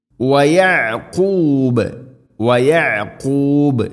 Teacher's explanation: യഅഖൂബ് എന്നതിൽ ഐൻ തൊണ്ടയുടെ മധ്യഭാഗം വയഅഖൂബ് എന്നല്ല, വയഅഖൂബ്, ഐനും ഖാഫും ഉച്ചാരണം പ്രത്യേകം ശ്രദ്ധിക്കണം.